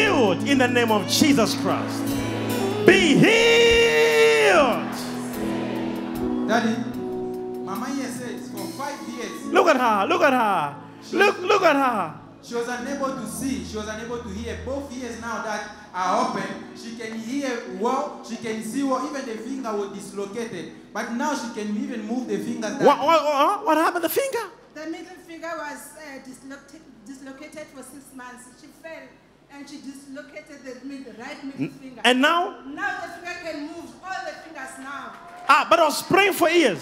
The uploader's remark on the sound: Instant Healing Miracles during a Live Service at ECG Church.